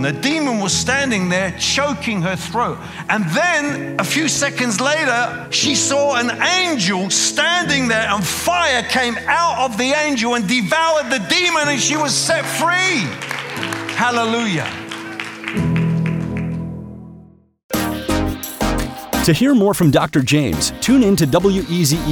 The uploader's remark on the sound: preaching at a CCF Ministries in Lowell